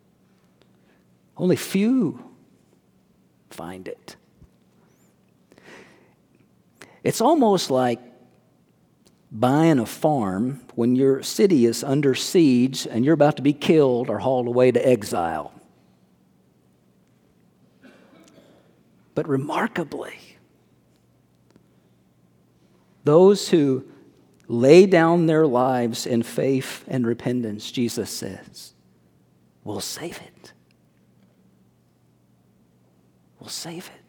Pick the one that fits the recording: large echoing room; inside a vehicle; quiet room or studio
large echoing room